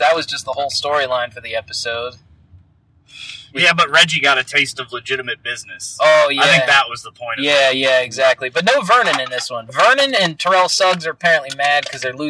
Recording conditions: poor sound quality